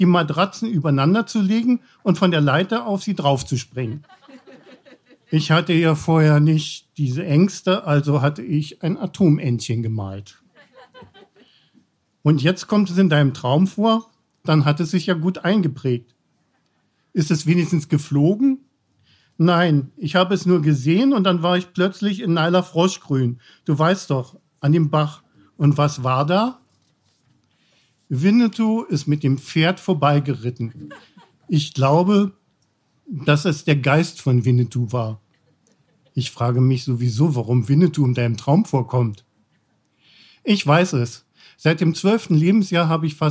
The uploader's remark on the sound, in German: Im Kulturhaus Insel der Jugend, Berlin. Heißen Dank an das Kulturhaus Insel, unser tolles Publikum.